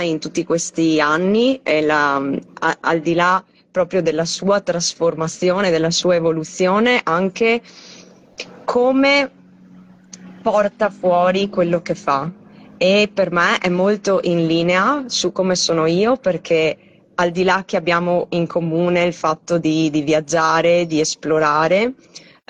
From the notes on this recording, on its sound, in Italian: Audio estratto dalla diretta Instagram